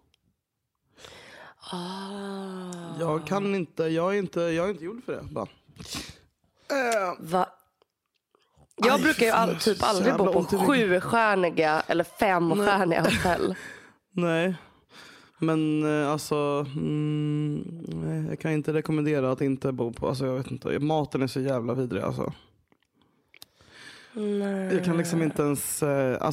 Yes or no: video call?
no